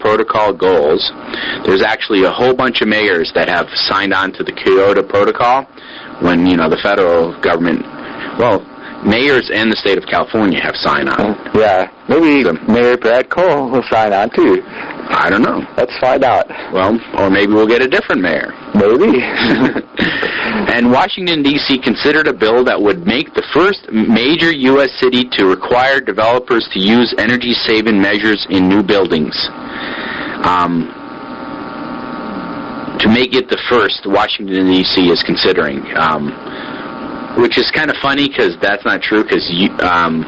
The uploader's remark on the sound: Our audio quality still kinda stinks for another week or two, but we’re working on it.